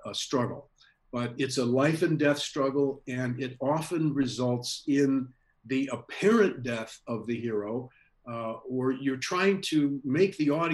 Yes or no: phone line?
no